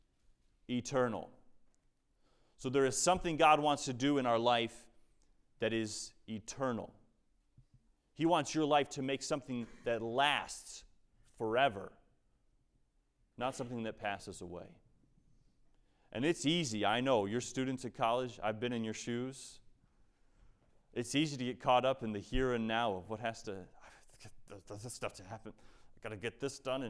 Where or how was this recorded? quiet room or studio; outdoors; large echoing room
large echoing room